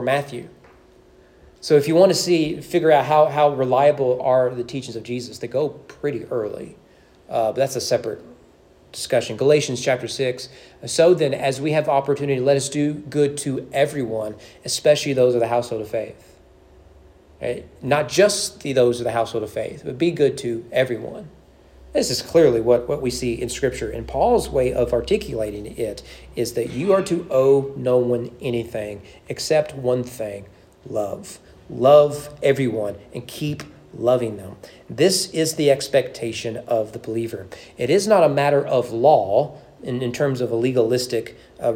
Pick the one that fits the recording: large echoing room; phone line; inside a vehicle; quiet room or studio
large echoing room